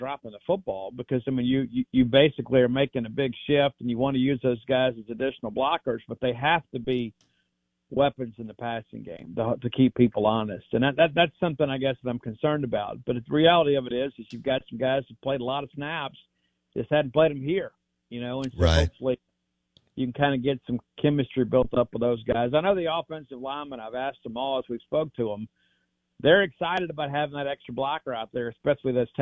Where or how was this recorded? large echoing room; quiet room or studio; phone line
phone line